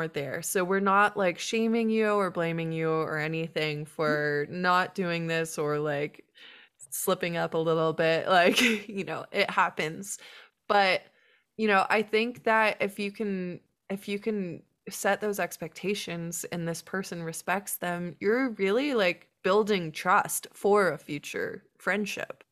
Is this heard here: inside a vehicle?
no